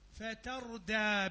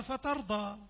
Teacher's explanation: لو فخمت الدال صار فترضى